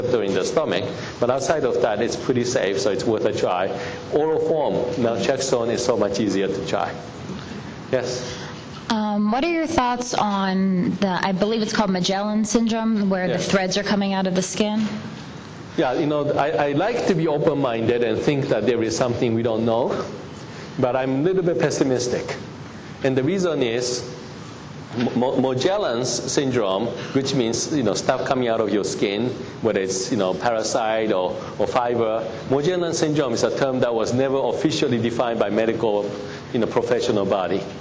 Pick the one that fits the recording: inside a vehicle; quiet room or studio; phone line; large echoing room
large echoing room